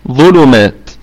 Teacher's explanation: الميم متحركة في الدرجة الخامسة من درجات الغنة وفيها مد طبيعي وصلا وهو عارض للسكون وقفا ظلمات.